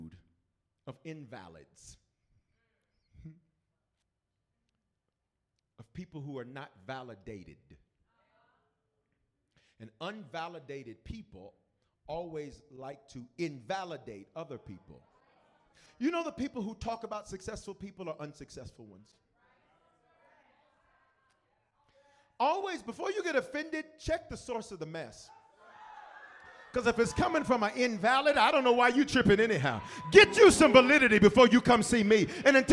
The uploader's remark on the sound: 2020 History Makers Conference Night 2